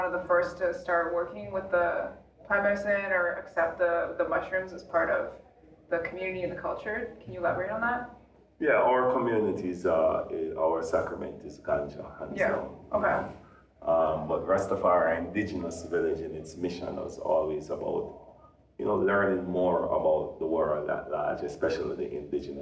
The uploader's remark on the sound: We recorded this in a press room at the Psychedelic Science conference in Denver, so I apologize for echoey audio and the sounds of someone accidentally coming in.